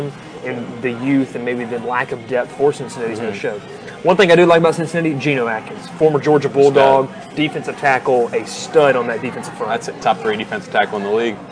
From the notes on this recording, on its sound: Live from Moe's BBQ in Rome, GA